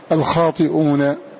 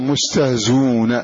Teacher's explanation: فتبقى الزاي مكسورة بعدها واو، والواو يناسبها الضم، إذن يلزم ضم هذه الزاء حتى تناسب الواو بعد حذف الهمزة · Shown in: second take · فنقول مستهزون.